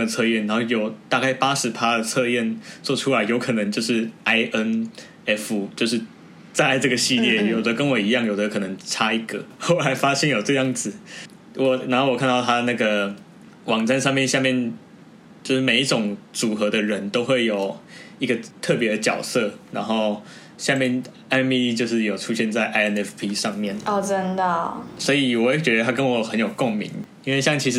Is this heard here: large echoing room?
no